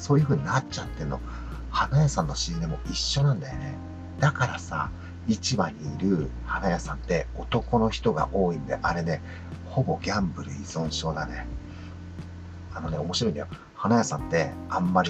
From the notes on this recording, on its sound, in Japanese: 今回は初めて営業時間中に車の中で収録をしてみました。花屋の配達号ハイエースのセカンドシートでマイクとパソコンを持ち込んで収録したんですが、。今日は朝から雨が降っていて雨の音が結構気になるかもです。